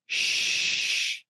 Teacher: Like an H sound, or shh, that fricative is unvoiced. Shh, you don't feel any vibrations. It's not pitched